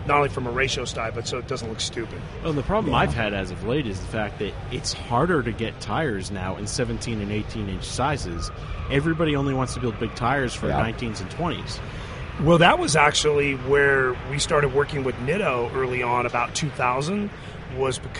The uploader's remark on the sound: SEMA 2016. Live from the SEMA show floor.